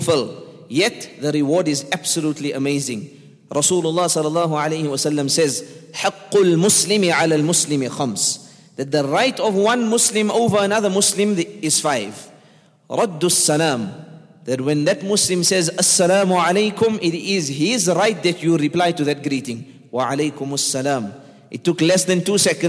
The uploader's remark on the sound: at the Houghton Masjid (West Street)